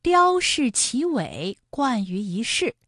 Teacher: 穿越一千多年的时光所传达出的艺术之美。正如《魏书》记载的那样，雕饰奇伟，冠于一世。云冈石窟的造像充分显示了神灵之美，令人震撼。但把神的形象世俗化、人间化，这种艺术同样不容忽视。听众朋友，宋游中国最后要为大家出一个普通话语音测试题。片中出现了这样的一句话啊，雕饰奇伟，冠于一世。你能找出这句话当中的一声和四声的字分别是哪些吗？我们一起来梳理一下。雕就是一声了，一世的一它也是一声，不过呢它在这里做变调处理读二声了